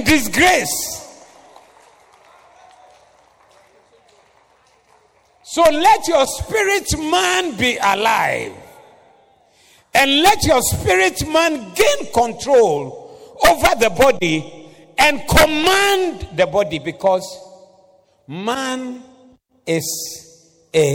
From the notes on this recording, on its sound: Preached at the Doxa Service